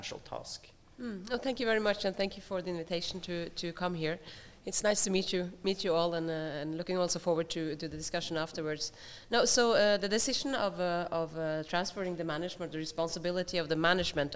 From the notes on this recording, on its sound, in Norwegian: live fra Stortinget